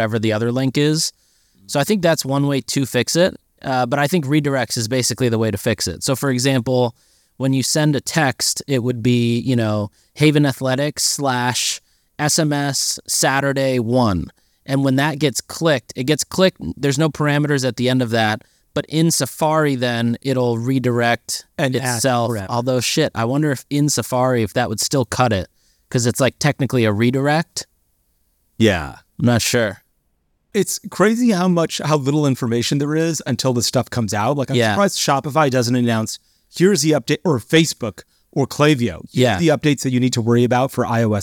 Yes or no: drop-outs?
no